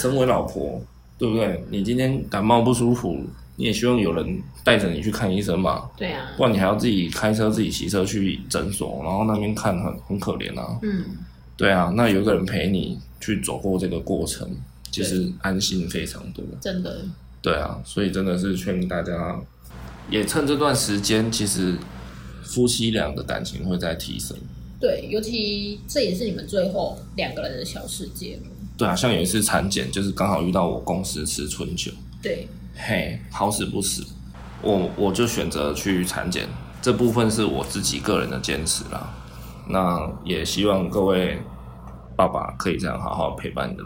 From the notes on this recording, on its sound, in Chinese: 這集錄音設備罷工，緊急用手機錄音請原諒低音質。